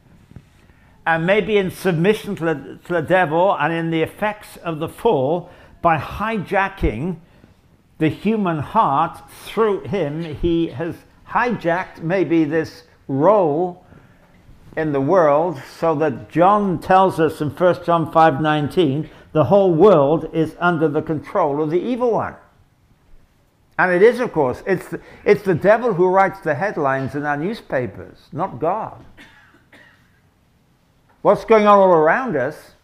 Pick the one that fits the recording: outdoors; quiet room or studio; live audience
live audience